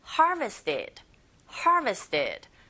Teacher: 앞부분에 강세를 꽝 주시면 됩니다